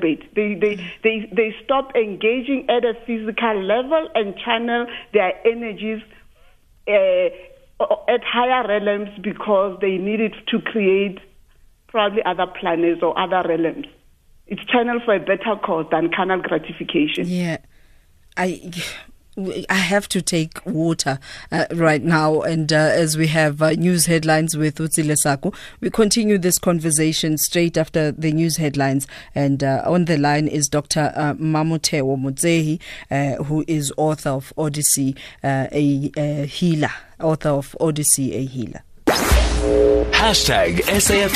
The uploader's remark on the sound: Guest (phone)